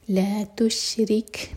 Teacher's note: کیف ساکن پر ہمز یعنی کہ سانس جاری رکھیں گے